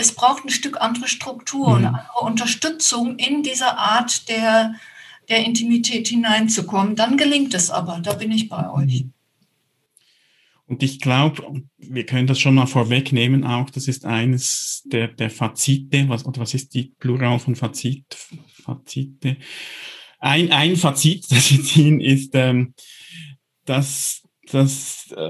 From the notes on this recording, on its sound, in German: Diese Frage beschäftigt uns in dieser Episode, welche wir im Rahmen unseres Workshops am 1. Onlinekongress der DGTA aufgezeichnet haben.